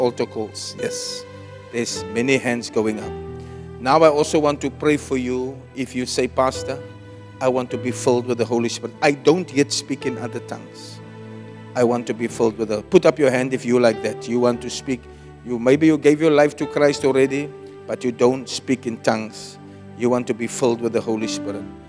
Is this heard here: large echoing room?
yes